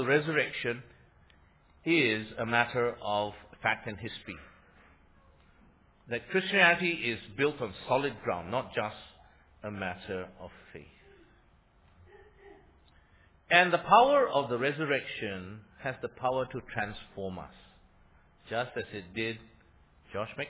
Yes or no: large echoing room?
yes